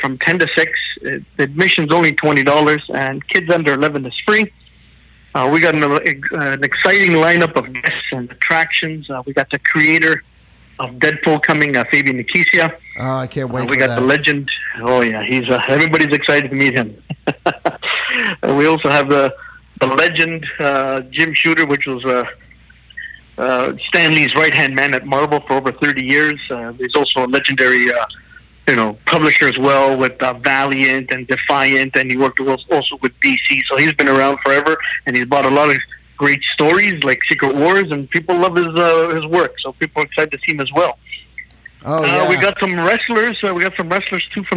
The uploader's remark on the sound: we have a special guest phone